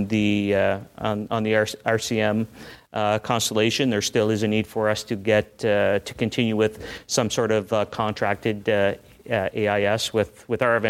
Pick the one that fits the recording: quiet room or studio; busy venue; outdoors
busy venue